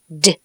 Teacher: 舌尖抵住上齿龈憋气然后用力将舌尖弹开震动声带 · Term: 浊辅音